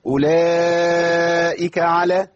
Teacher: محتاج بيان زمن المد، أربع حركات على الأقل، وإحنا بنقرأ هنا بالمتصل أربع حركات